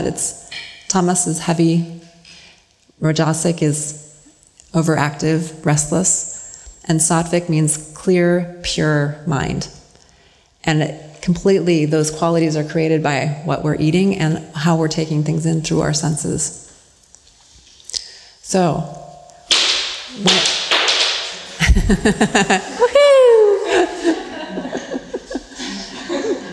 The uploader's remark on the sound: During our most recent Plantpower Italia retreat, we hosted a panel discussion on the subject of holistic health and alternative healing modalities. The three-person panel.